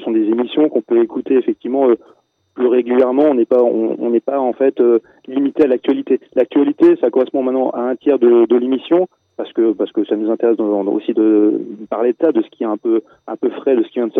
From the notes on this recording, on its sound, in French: La radio Strasbourgeoise RBS nous a convié à une interview très sympathique. Pour respecter le protocole sanitaire en vigueur, l'interview s'est déroulée en distanciel par téléphone.